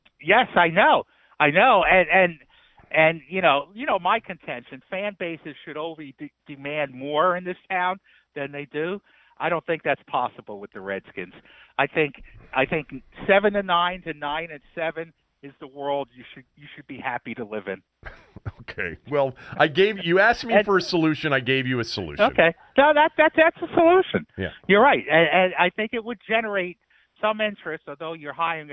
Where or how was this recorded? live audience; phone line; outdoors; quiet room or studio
phone line